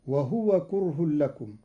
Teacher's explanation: قرأ قالون كلمة وهو بإسكان الهاء